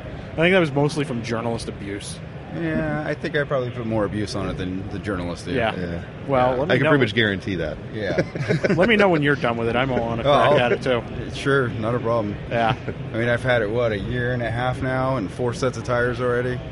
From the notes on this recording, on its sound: Live from the Magnaflow podcasting stage at SEMA 2018